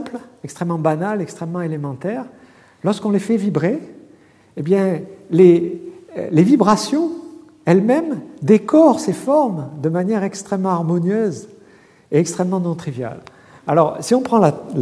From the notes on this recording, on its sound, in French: Colloque de rentrée 2011 du Collège de France